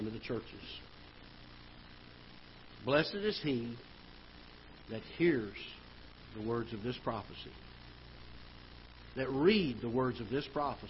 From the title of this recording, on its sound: Ketha Heights Baptist Church ~ Live Broadcast